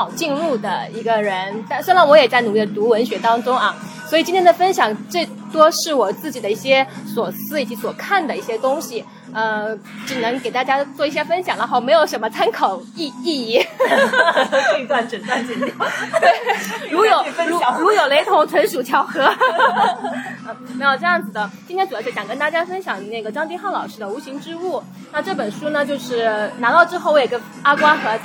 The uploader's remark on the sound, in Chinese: 本期节目在小酒吧完成录制，我们边碰杯边聊文学。因为周围环境略嘈杂，所以可能对听友们不太友好。接下来跟我一起进入略有点喧闹的小酒馆吧。